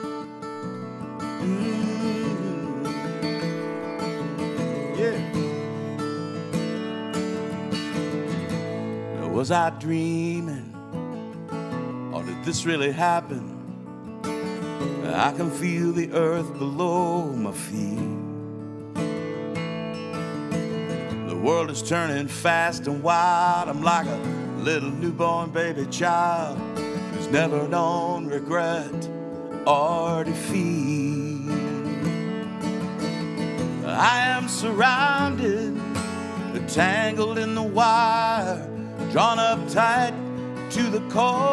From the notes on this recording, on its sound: from the 2020 30A Songwriters Festival